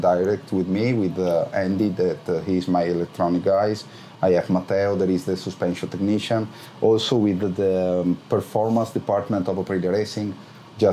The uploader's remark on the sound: podcast, recorded at Sachsenring